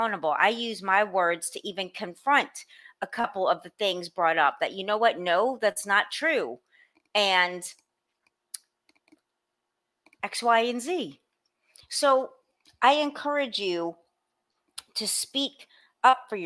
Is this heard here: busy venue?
no